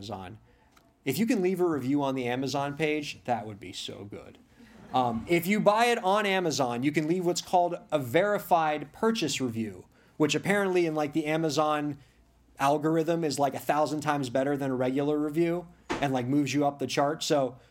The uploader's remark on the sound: Event Speech at Books & Books. The event took place at Books & Books in Coral Gables, Florida.